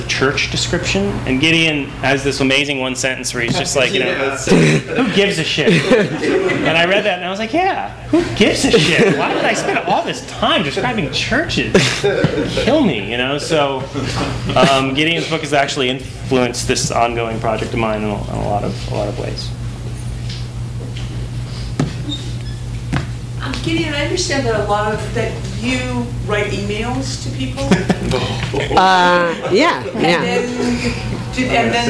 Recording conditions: live audience